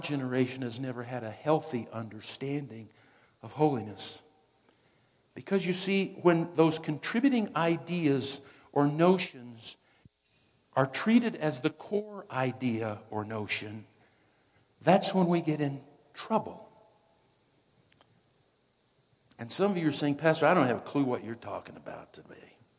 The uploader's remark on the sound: Woodland Life Church Live